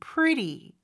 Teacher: 일반적으로는 요 T 발음은 모음 소리 사이에 껴서 real처럼 pretty 이렇게 발음이 됩니다. 그래서 앞에 R하고 요 뒤에 부드러운 발음하고는 좀 구별해서 발음해 주시는 게 좋아요.